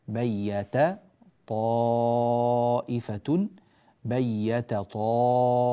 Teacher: في قوله تعالى بيت طائفة، التاء مع الطاء هنا عندنا لابد من ترقيق التاء وعدم تأثرها بالطاء المفخمة بعدها